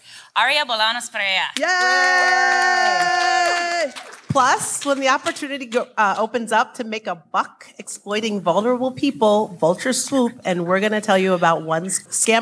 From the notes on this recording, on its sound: From Netroots Nation in Pittsburgh this week, with a whole entire live audience, too!